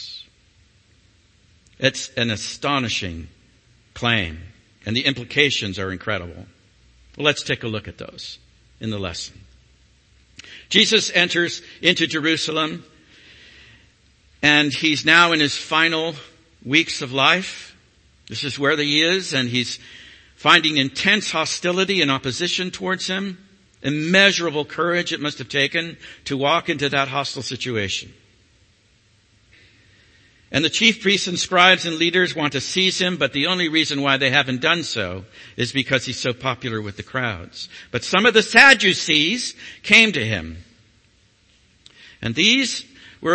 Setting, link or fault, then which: setting, large echoing room